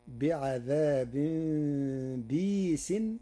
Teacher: قرأ ورش كلمة بئيس بكسر الباء بعدها ياء ساكنة مدية بغير همز، فتصير بعذاب بيس، وهي إحدى لغات العرب.